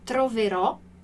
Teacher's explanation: a última sílaba aqui é a nossa tônica, onde a gente coloca a nossa intensidade.